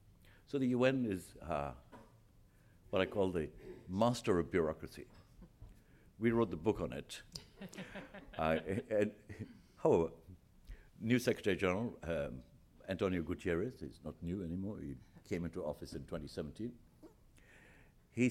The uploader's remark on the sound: At the Council of American Ambassadors' Fall Conference, Potpourri of Diplomacy